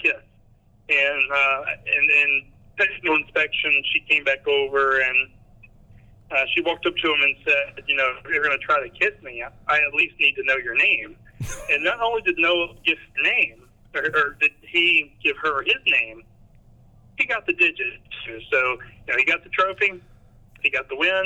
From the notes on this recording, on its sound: On a phone call with resident NASCAR reporter.